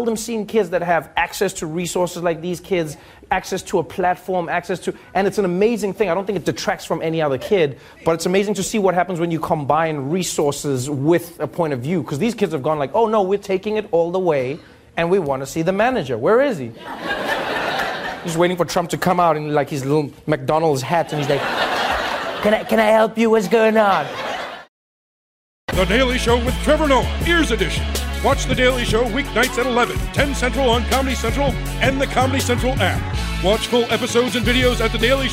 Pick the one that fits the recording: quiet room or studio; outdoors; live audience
live audience